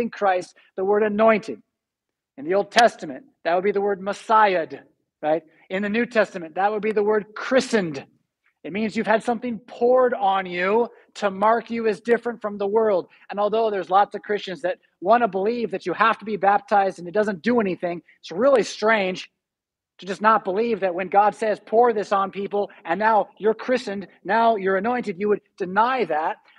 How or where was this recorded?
large echoing room